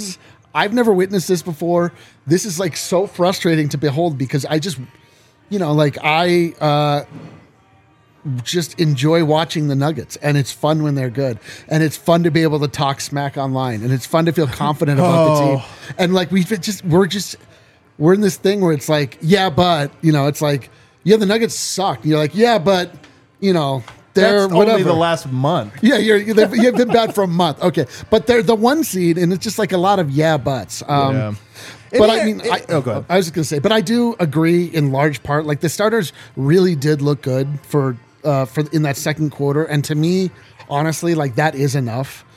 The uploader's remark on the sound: LIVE from the DNVR bar